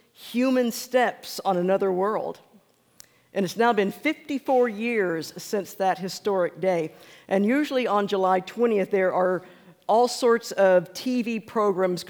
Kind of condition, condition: setting, large echoing room